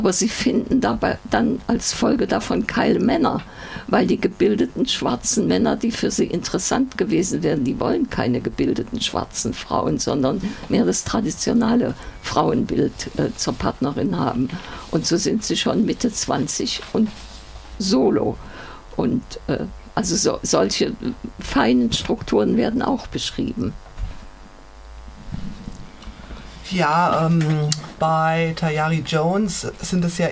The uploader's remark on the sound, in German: Wir bitten die Tonqualität (surren) zu entschuldigen.